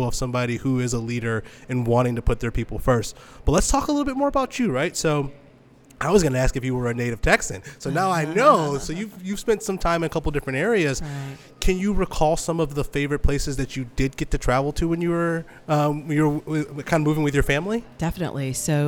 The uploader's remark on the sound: Episode Recorded at Leaves Book & Tea Shop. 120 Saint Louis Ave.